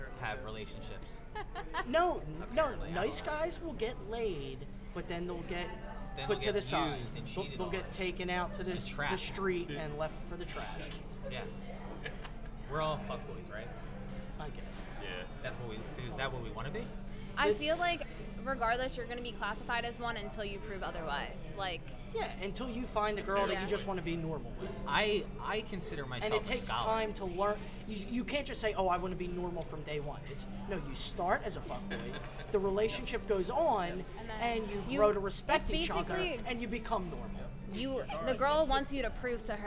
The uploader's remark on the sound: LIVE from Tilted Kilt. We are LIVE from the Tilted Kilt! A couple lovely Tilted Kilt waitresses.